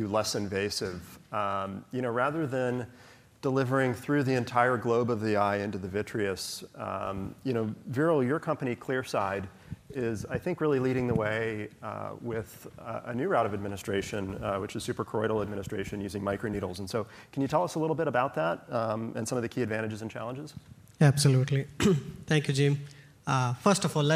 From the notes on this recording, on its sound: first recorded at the 2nd annual Drug Delivery West conference